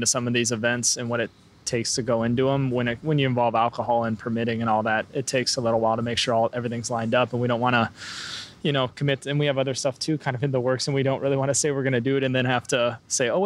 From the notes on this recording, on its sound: Recorded on location at Wander Brewing, Bellingham, WA